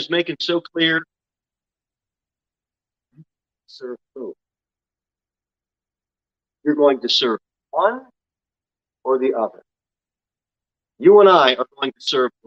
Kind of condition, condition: setting, large echoing room